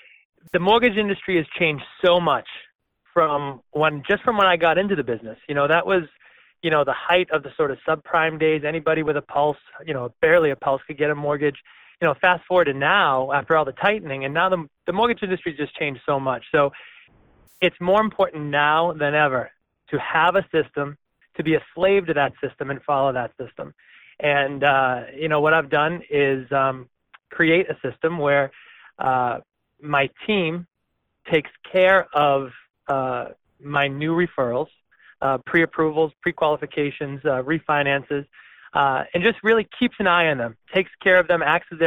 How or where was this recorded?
phone line